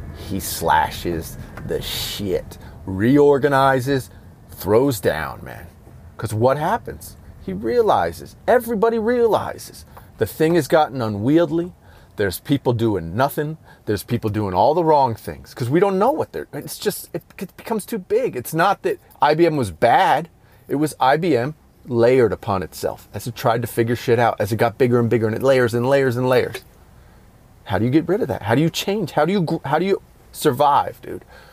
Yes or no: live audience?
no